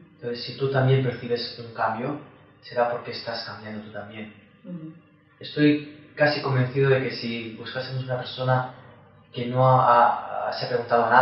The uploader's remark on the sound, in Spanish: Desafortunadamente el audio y la imagen de la entrevista no son de gran calidad.